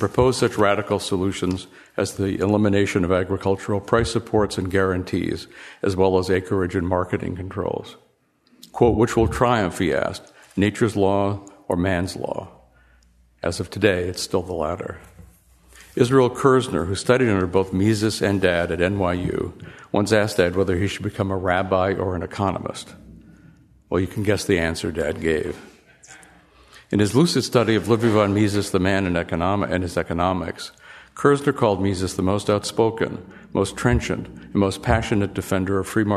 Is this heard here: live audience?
yes